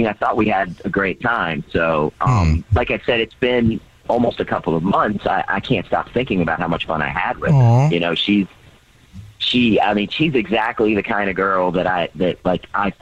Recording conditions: phone line